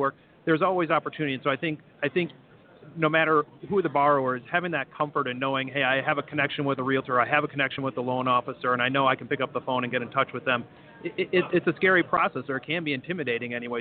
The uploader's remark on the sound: "LIVE" from the MBA conference in Boston, MA. 'live' from the D+H booth at the MBA conference in Boston.